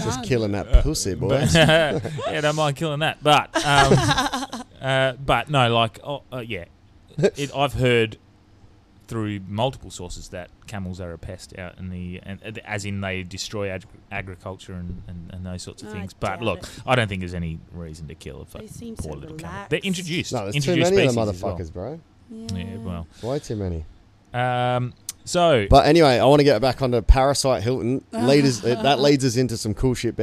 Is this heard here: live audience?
no